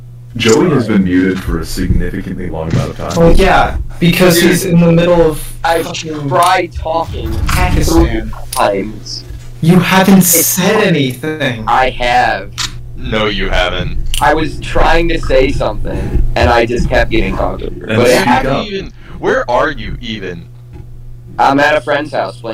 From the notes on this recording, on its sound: Our first episode where the audio is shit and the conversations are even shittier. Forgot to turn off audio playback, which explains why everything sounds like its from Transformers 2.